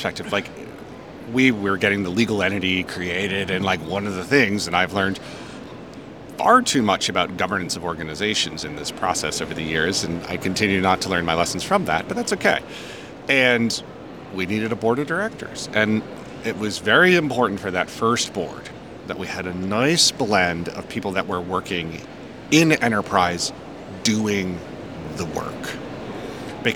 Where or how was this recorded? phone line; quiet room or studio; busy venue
busy venue